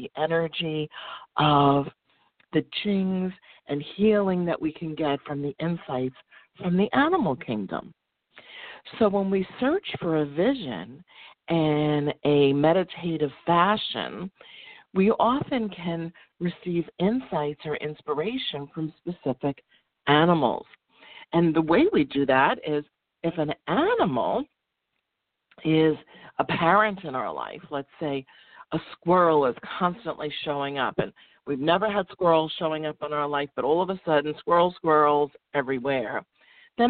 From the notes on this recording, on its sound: Sometimes she opens up the phone lines to take a caller!